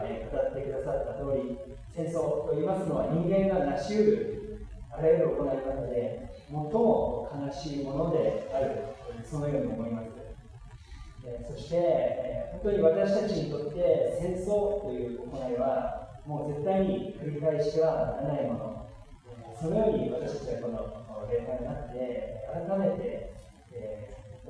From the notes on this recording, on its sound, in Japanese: 機材トラブルにより音声が聞きづらくなっております。